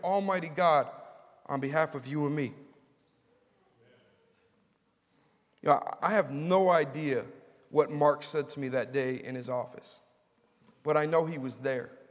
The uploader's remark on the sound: Was preached at Grace & Peace Fellowship in St. Louis, MO USA.